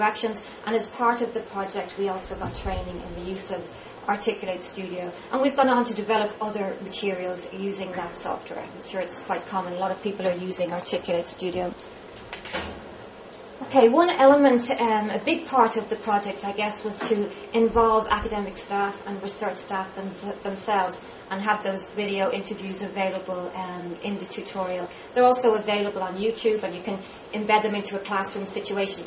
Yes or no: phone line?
no